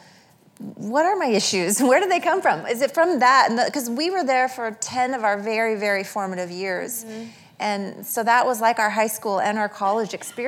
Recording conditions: live audience